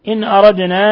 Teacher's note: نون ساكنة جاء بعدها الهمزة حكم التجويد إظهار حلقي ثم نقلقل الدال لسكونها لأنها من الحروف الخمسة المقلقلة إن أردنا